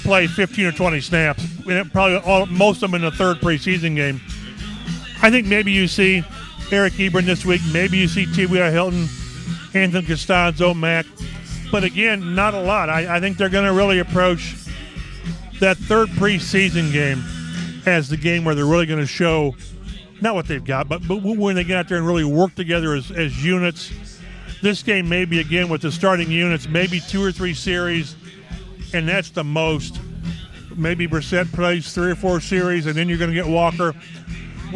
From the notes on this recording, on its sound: Record the podcast from training camp at Grand Park, where the Colts host the Browns in their first of two joint practice sessions ahead of their preseason exhibition.